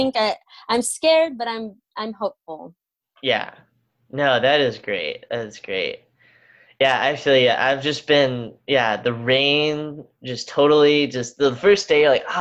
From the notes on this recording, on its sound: We did this over Zoom and my connection was not the best, plus I don't have a real microphone, so the audio may a little off.